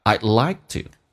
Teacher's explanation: 你要记住那个 D 是不用发出来的，气流阻塞一下。